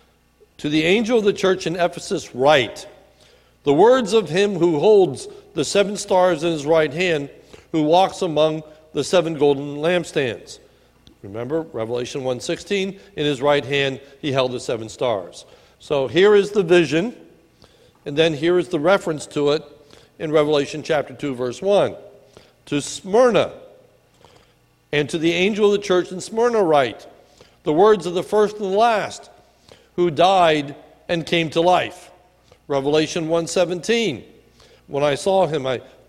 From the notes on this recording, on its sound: This is a sermon recorded at the Lebanon Bible Fellowship Church in Lebanon, PA on 9/23/2018 during the evening service